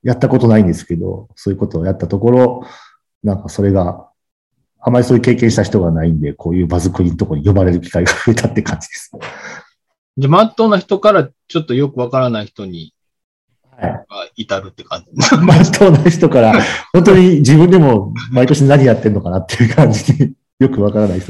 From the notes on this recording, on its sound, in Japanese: 4人とも違う場所でのzoomを使った収録なので、ものすごくぎこちない収録となりましたが。